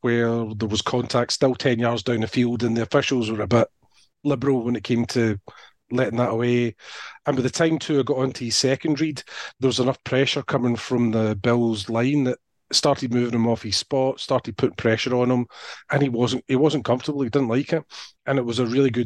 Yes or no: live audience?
no